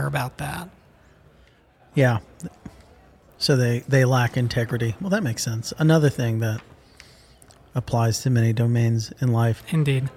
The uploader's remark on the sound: recorded at Messari Mainnet 2022